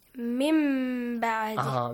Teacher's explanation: The mim will not be pronounced completely, like a hidden mim sound. You hide the mim sound.